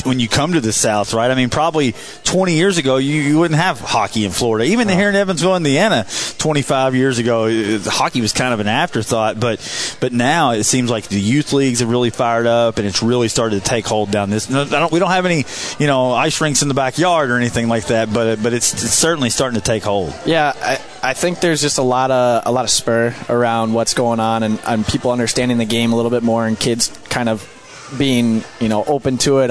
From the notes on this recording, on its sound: live from BJ Brewhouse in Evansville